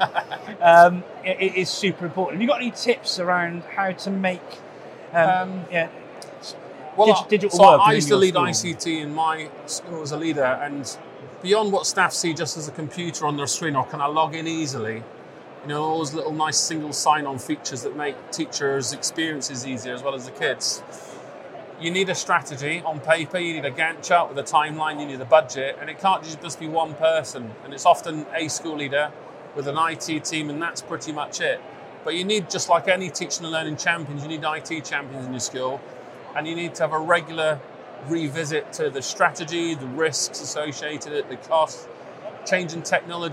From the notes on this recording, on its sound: live from the NetSupport stand at Bett